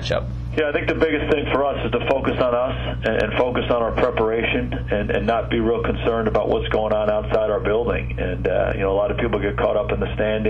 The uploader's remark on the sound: Opponent Conference Call. Dallas Cowboys Head Coach Speaks with the New York Media.